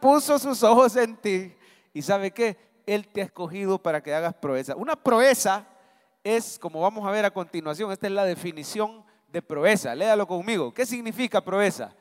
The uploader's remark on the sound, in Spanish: Mensaje predicado en vivo desde el Centro Familiar de Adoración, Julio 2023